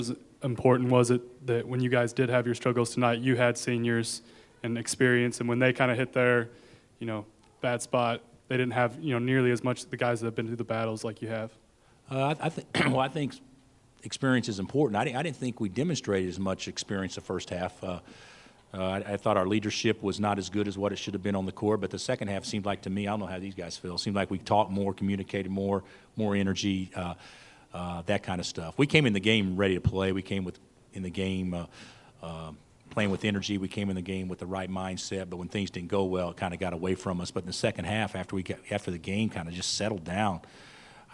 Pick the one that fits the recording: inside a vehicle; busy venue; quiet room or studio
busy venue